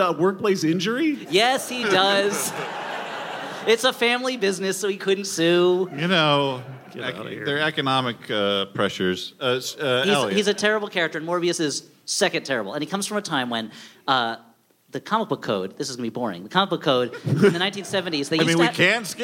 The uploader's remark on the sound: Covid has kept us from in-person live shows for more than two years, but last weekend we made our triumphant return at The Bell House in Brooklyn. Covid has kept us from in-person live shows for more than two years, but last weekend we made our triumphant return at The Bell House in Brooklyn. Fangs to all who came out in person!